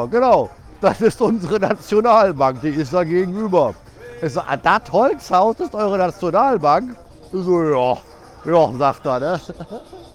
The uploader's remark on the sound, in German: LIVE vom Unabhängigkeitstag in Surinam. Deswegen habe ich mich für dich mitten ins Getümmel gestürzt und berichte von den Eindrücken einer großen Festivität in dem kleinen Staat Surinam. Lasse ich quasi die Energie und Atmosphäre des Momentes durch mich in diese Aufnahme einfließen.